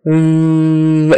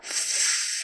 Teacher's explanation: V versus F is just air coming out. F, no tickling. V, it's going to vibrate. It's going to tickle.